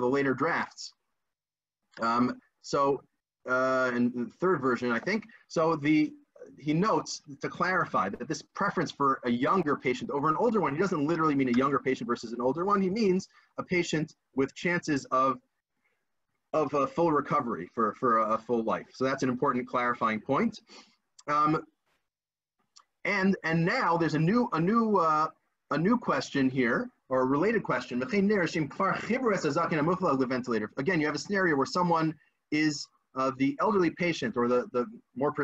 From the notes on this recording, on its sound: This audio was originally captured from Zoom